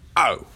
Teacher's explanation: Alright, so with the O sound. O is very round, but slightly gruff. · Term: round, gruff O